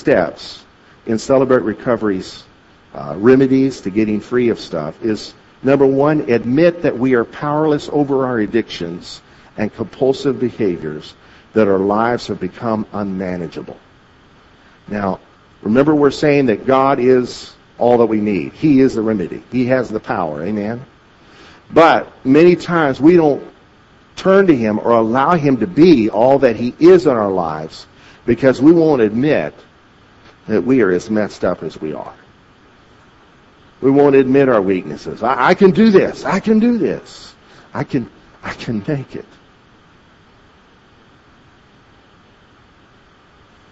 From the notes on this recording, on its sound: At Victory Christian Center in Bloomington, Illinois